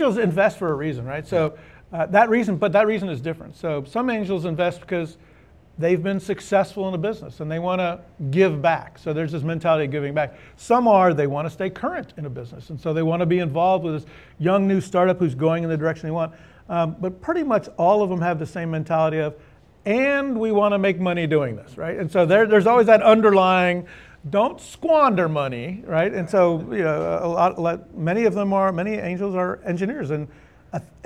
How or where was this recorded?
live audience